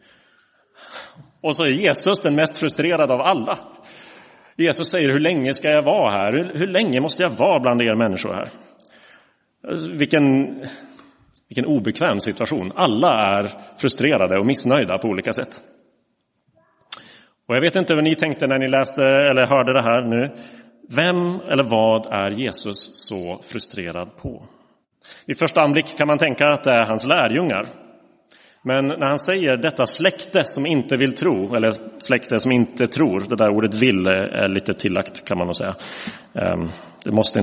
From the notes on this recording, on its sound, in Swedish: Inspelad i Roseniuskyrkan den 12 mars 2023.